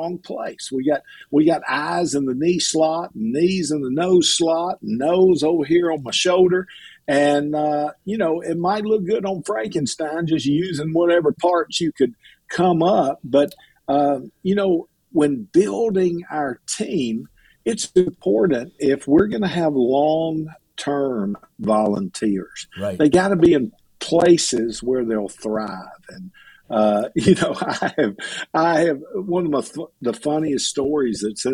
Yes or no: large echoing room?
no